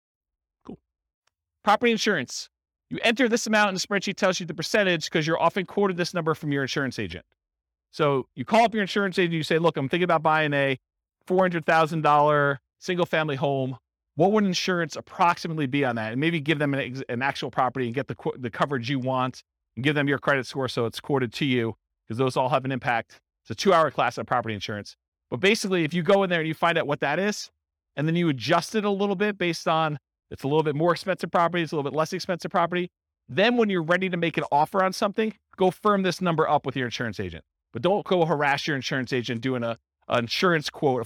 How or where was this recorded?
live audience